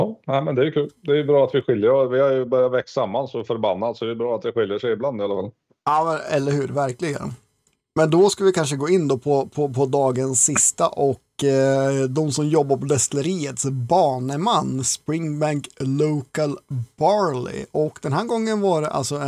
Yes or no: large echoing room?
no